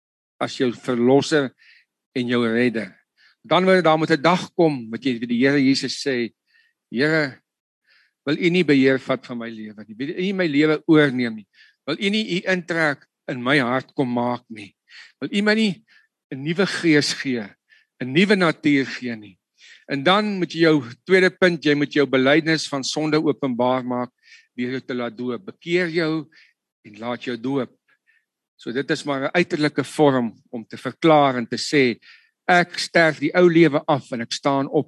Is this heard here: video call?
yes